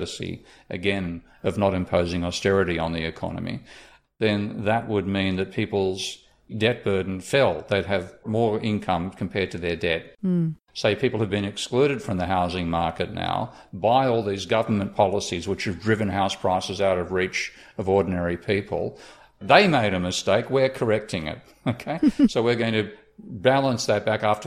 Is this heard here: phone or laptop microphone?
no